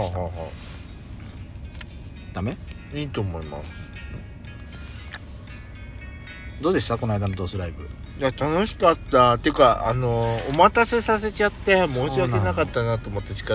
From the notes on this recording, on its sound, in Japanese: 2人組。パーキング収録。